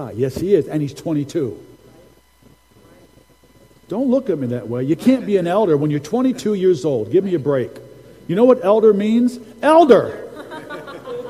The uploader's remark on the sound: Recording from Sunday's prophetic service.